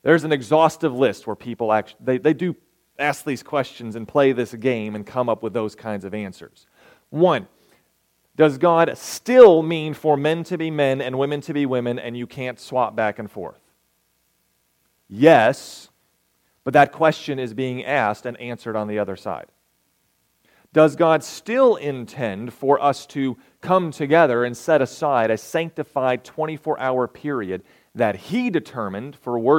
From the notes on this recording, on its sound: recorded May 27, 2023, at Ringgold SDA Church